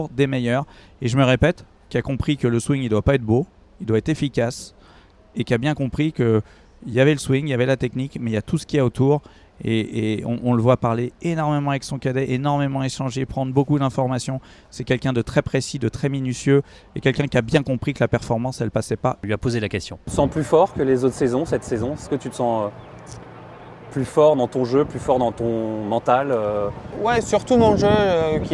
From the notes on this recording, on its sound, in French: On vous propose un podcast en direct d'Oak Hill.